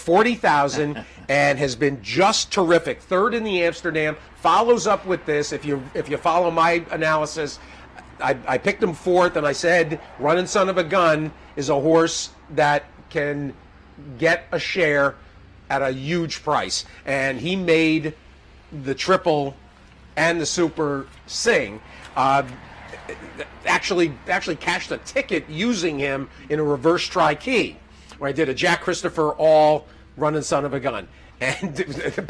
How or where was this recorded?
busy venue